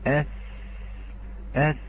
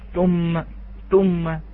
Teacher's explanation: لابد من جريان النفس فيها · Shown in: first take